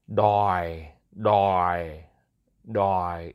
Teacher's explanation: we have a third tone that goes basically down